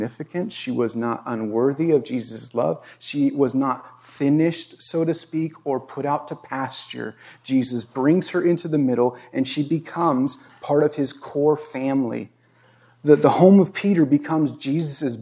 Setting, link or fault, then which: setting, large echoing room